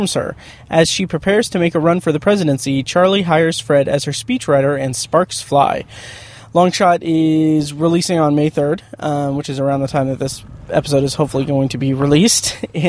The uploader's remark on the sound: Review Long Shot in my car after a screening.